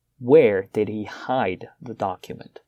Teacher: So if I'm stressing where, the location is the key.